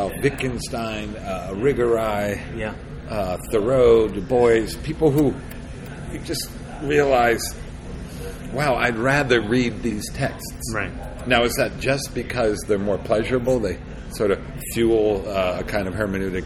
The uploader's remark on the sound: The episode was recorded in the restaurant at the Emory Conference Center.